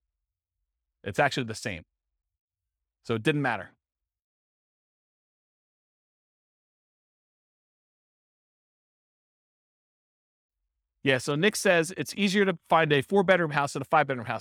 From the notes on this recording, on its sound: This was a live class recorded